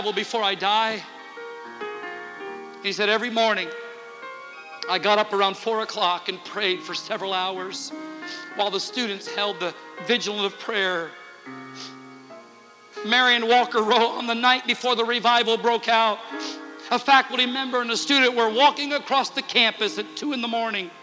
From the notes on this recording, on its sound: Interchurch Holiness Convention Dayton, OH 2009.